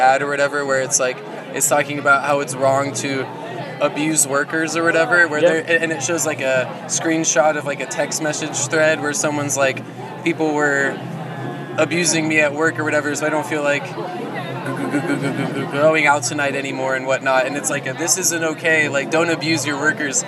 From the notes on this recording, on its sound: From our 'Live from 2000 Trees 2023' series.